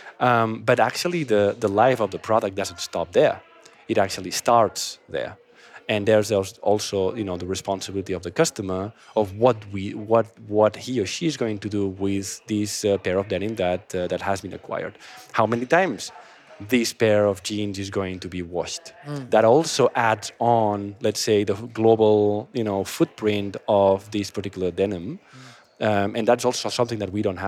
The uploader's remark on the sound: Recorded at World Retail Congress 2022.